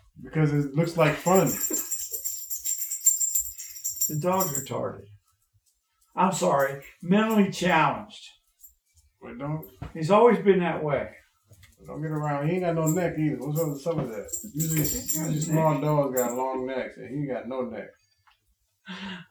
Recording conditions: poor sound quality